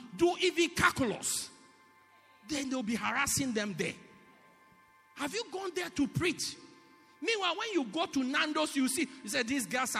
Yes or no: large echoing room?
yes